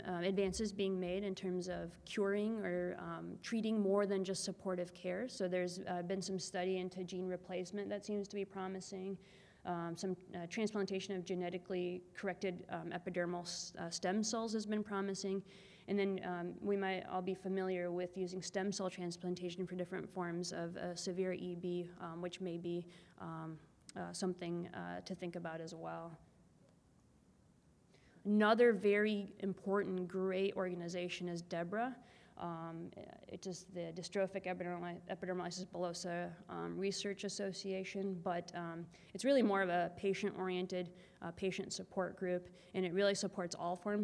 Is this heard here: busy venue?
yes